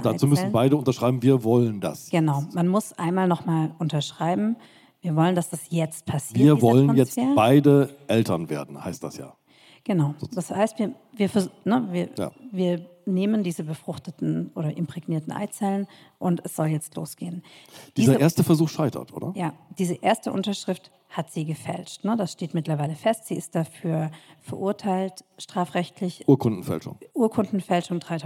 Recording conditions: live audience